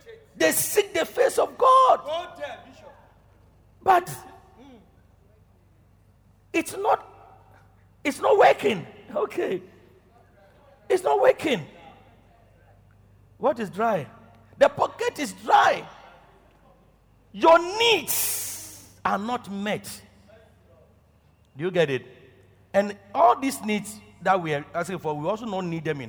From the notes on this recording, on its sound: Preached at Loyalty House, Abbey, Dawhenya